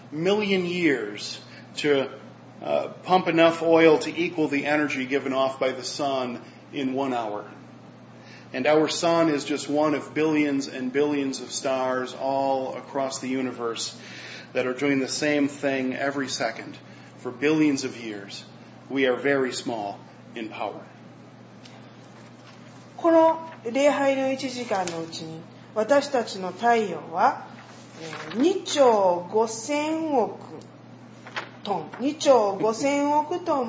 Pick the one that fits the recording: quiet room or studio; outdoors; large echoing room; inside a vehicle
large echoing room